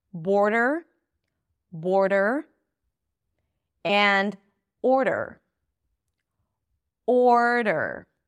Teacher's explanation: A very light D, and then you bring it in for an R immediately. So there is no vowel in between.